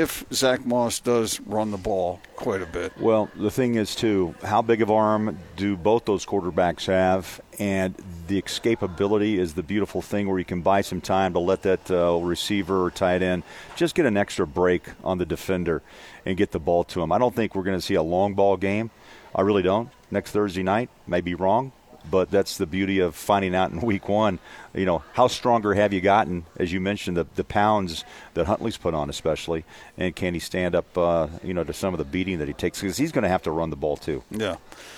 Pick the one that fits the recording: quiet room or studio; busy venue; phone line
busy venue